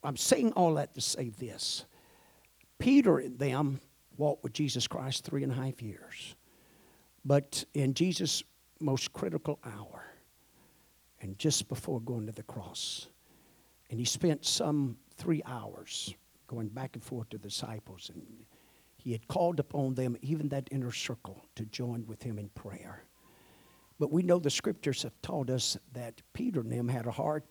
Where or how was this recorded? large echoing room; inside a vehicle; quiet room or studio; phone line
large echoing room